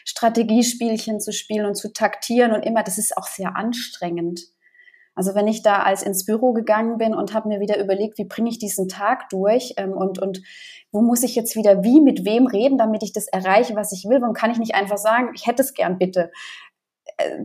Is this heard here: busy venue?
no